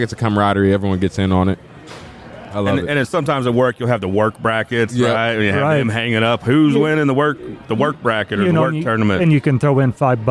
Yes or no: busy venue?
yes